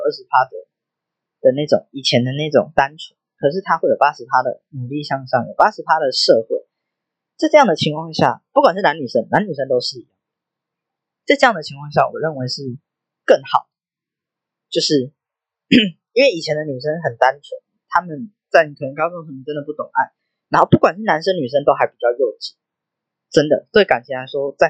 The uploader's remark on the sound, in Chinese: 我還在學習要怎麼剪輯跟降噪和錄音，第二支一定會好很多。另外因為我講話有一點慢所以有調整速度。